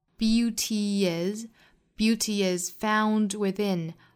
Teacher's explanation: Beauty 和 is 的连读跟前面这个 by appearances 的连读是一样的，都是要加 y 的发音